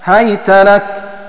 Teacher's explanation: بفتح الهاء وبعدها ياء ساكنة مع فتح التاء